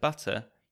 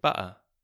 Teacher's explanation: It's the sound where you stop the air in the middle and then release it again. In some dialects of English, the T sound, T, can be replaced with the glottal stop. · Shown in: second take · For example, instead of butter, you could say butter.